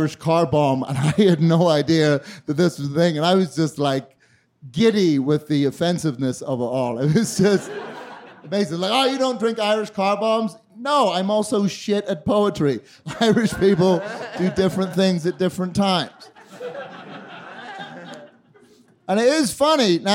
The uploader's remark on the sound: During a special edition of The Narrators at High Plains Comedy Festival last September. During a special edition of The Narrators at High Plains Comedy Festival last September.